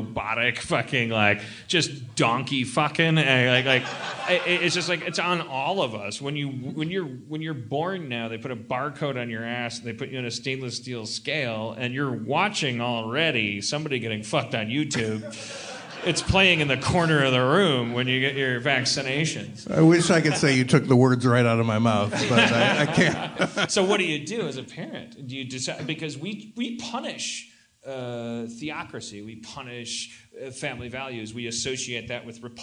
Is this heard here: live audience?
yes